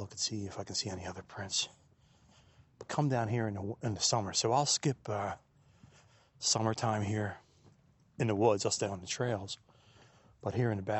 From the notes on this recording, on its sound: We hop in the truck and take a ride to the woods